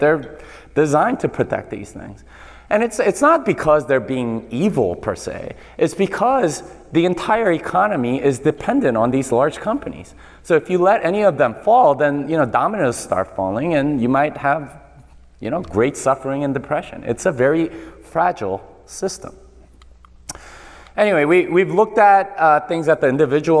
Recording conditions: live audience